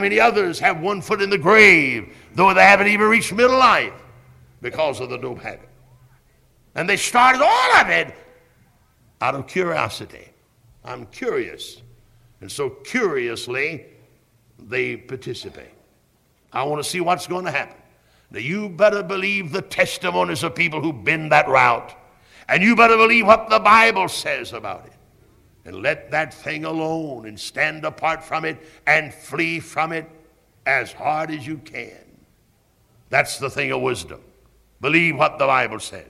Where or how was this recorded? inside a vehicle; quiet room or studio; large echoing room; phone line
large echoing room